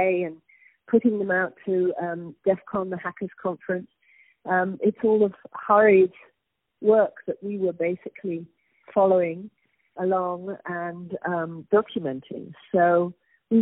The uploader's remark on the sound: On the phone